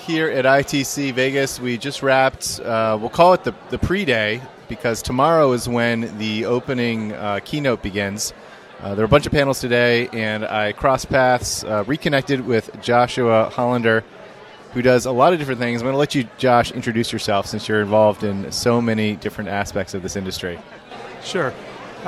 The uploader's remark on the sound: Live from ITC Vegas ’23